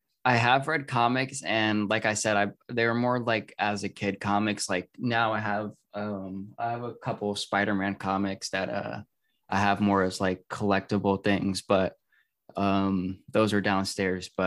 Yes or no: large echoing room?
no